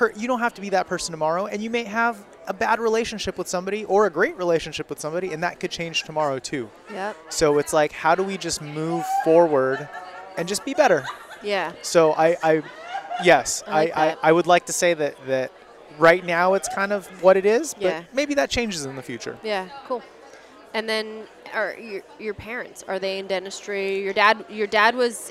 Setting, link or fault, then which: setting, live audience